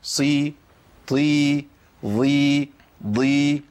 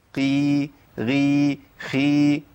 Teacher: حروف الاطباق الاربعه اللي هم صاد ضاد طاء ظاء، الاربع حروف دول لما يكسروا بيبقوا فيهم قوه لسه، غير القاف والغين والخاء.